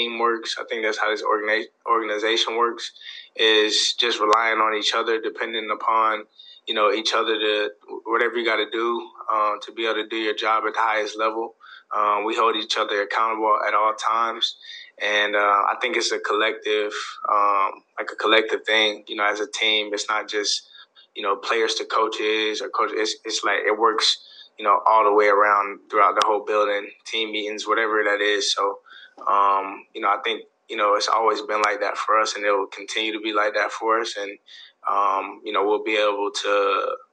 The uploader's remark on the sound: Speaking to media via Zoom on Monday morning.